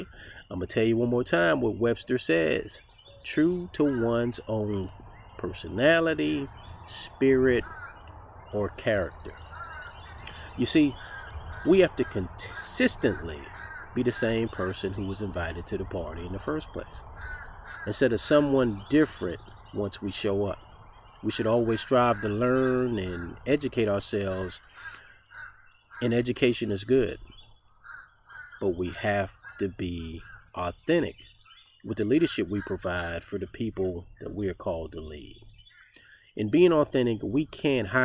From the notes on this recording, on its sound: With the sounds of spring in the background